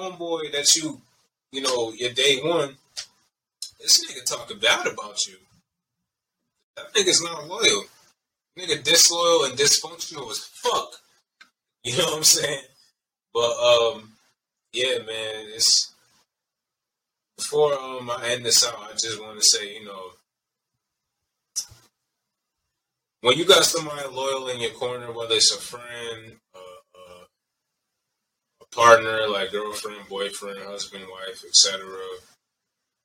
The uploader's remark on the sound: Pardon the audio quality